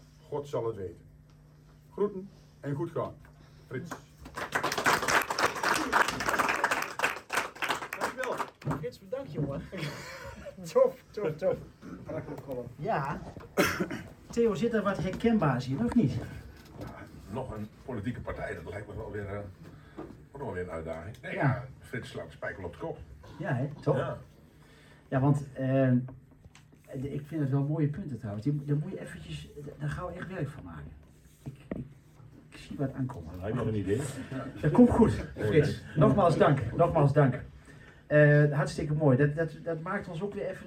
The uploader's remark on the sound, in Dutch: De 'Stem' vanuit het Milky-W theater. Met publiek.